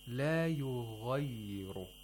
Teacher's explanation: غين is pronounced with the uvula.